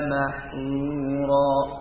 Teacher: istilahnya dengan irtifa'ul lisan, angkat lidahnya. Dinaikkan.